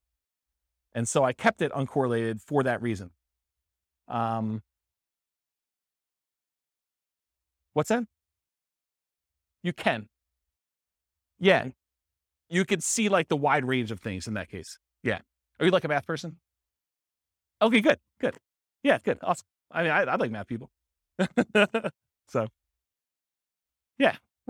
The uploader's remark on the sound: This was a live class recorded